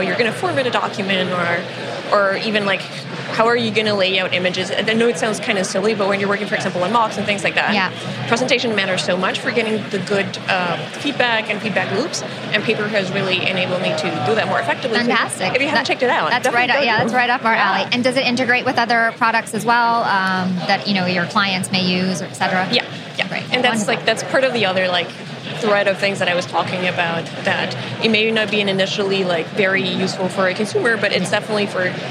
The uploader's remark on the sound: Live from Collision Conference 2018: North America’s Fastest Growing Tech Conference.